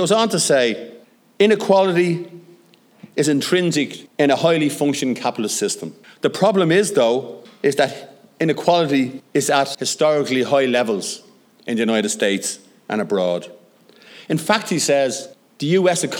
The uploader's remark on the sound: short recorded segment from the centenary celebration of the first Dáil Éireann